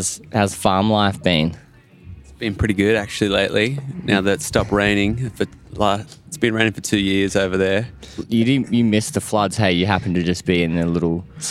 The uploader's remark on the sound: This episode was recorded live at Desert Daze 2022.